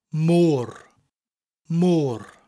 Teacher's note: It almost sounds like the English word more, M-O-R-E, but has that rolling R sound at the end of it